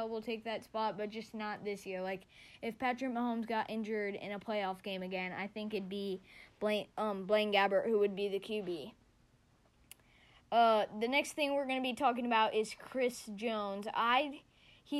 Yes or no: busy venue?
no